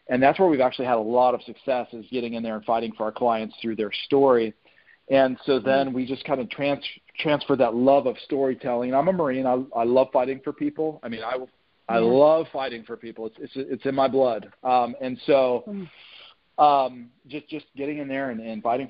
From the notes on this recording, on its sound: On the phone with Actor, Writer & Director